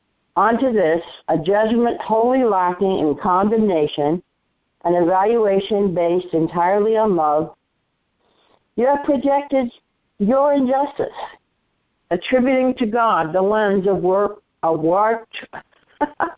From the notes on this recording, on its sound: ACIM Daily Conference Call